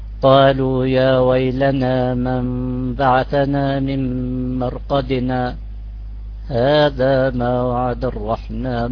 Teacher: مرقدنا هذا هي سكت مع كتم النفس لكن يجوز الوقف مع التنفس نعم قالوا يا ويلنا من بعثنا